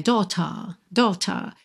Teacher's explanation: no inglês britânico, seria sem o R enrolado